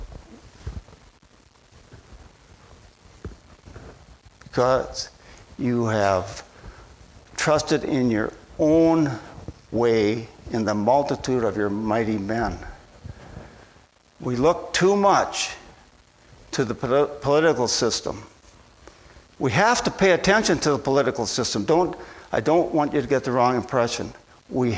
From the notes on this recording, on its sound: at Bible Center Church in Maiden Rock, Wisconsin.